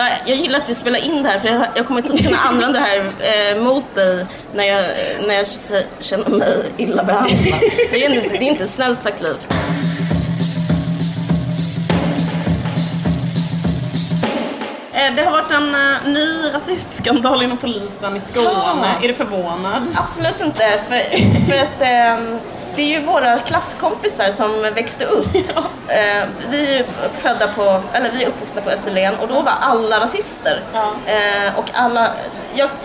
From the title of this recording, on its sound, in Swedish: Live på Bokmässan